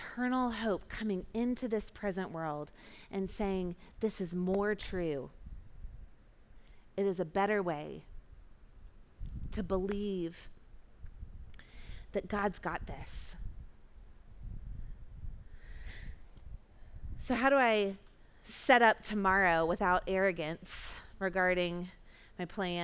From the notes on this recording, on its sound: Recorded at our Sunday gathering on July 23, 2023 in Port Orchard WA.